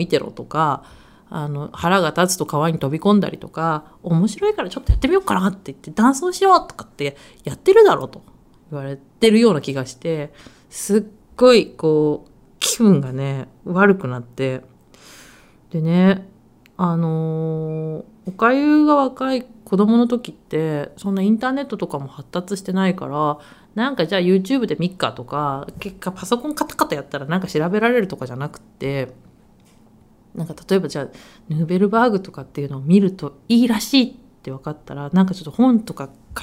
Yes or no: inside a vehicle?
no